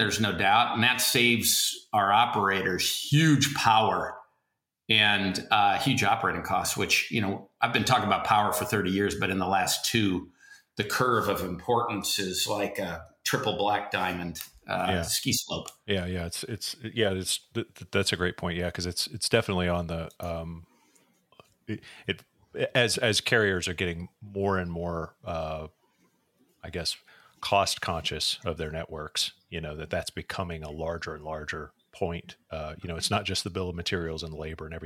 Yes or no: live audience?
no